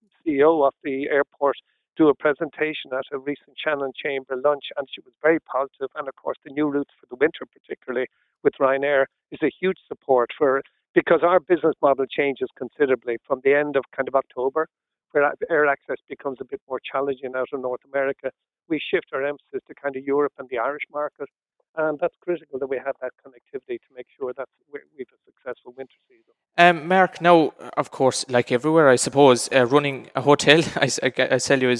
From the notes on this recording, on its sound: LIVE FROM Quin Community Centre.